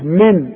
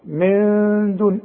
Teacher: حخفي إنما إذا وقفت تقول إيه من وده مش واقف فيبقى النون دي حخفيها وحغنها بمقدار حركتين · Shown in: second take